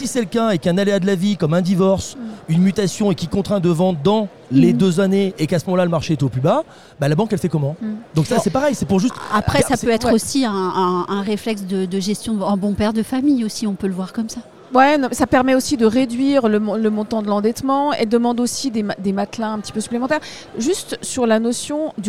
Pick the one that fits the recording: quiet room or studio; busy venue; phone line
busy venue